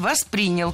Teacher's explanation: Ударение в глаголе ставим на второй слог